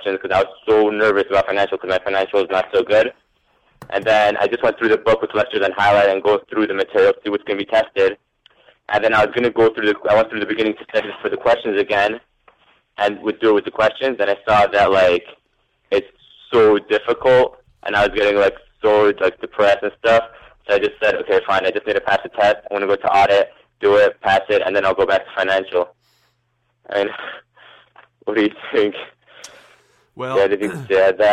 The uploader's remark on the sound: Live Calls from CPA Candidates